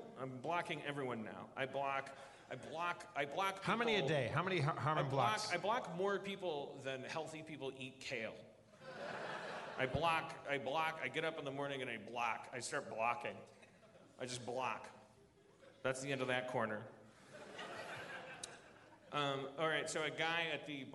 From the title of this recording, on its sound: LIVE from Everything Is Festival 2015